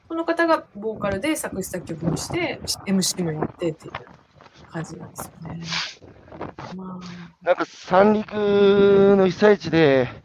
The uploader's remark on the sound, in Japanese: 歩きながら1時間、対談する。